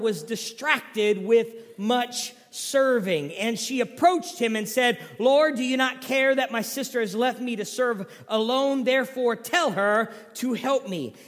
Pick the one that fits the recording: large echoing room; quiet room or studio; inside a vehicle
large echoing room